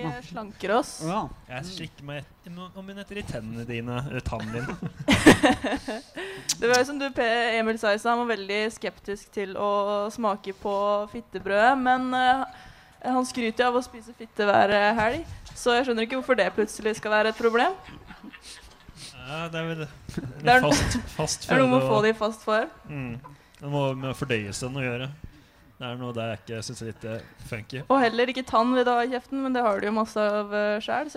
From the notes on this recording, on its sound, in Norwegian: Live fra Universitetsplassen under UiO-festivalen